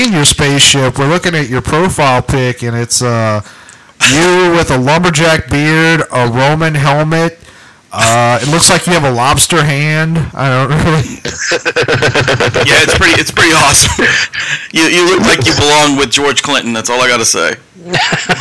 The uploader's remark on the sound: Once we get all the technical difficulties straightened out. We have more technical difficulties.